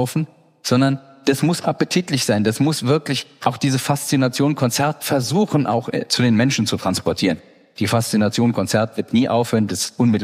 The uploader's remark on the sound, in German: Bei einer gemeinsamen Veranstaltung des Mannheimer Morgen und der Reiss-Engelhorn-Museen in Mannheim. Diskutierte anschließend mit dem Publikum.